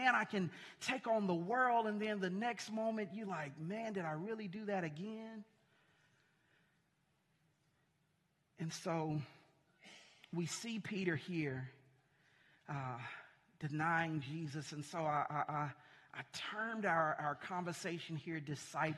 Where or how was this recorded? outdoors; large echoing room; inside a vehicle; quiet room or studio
large echoing room